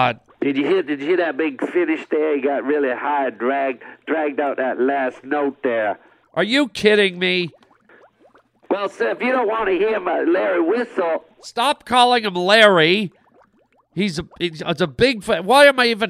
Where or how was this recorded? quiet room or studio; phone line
phone line